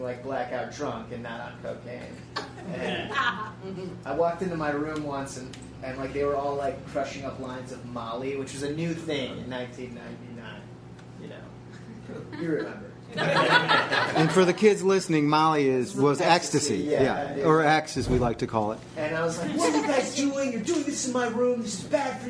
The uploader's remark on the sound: caught up with them at this year's Chicago Improv Festival